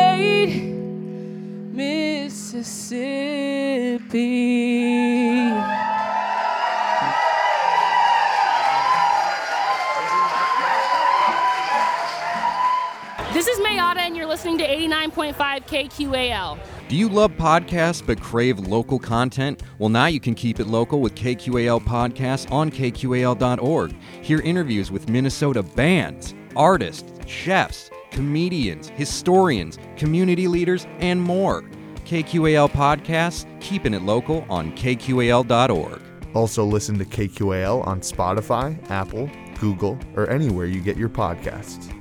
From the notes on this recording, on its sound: Mid West Music Fest 2023. Live from Mid West Music Fest. The Live Feed is produced by KQAL FM on the campus of Winona State University.